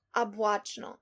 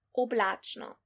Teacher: it's simply unstressed O that is being pronounced as A. · Shown in: first take · So for example, in some Lower Carniolan dialects, they say oblačno instead of oblačno, cloudy. · Term: akanye